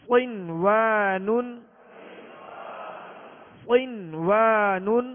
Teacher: کر کے پڑھیں گے، نون کو ظاہر کر کے پڑھیں گے، نون کو واو میں داخل نہیں کریں گے، نون کو واو کے ساتھ ملائیں گے نہیں، اور نہ ہی غنہ ہوگا، بلکہ اظہار مطلق ہوگا، نون